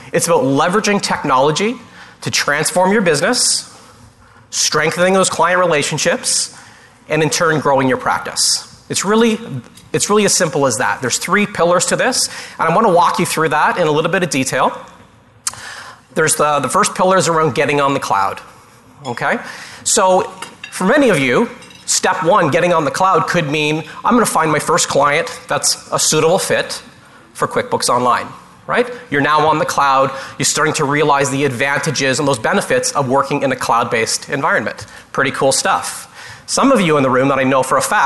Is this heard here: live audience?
yes